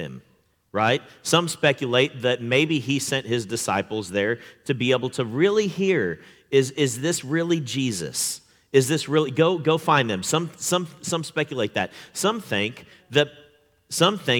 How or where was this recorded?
large echoing room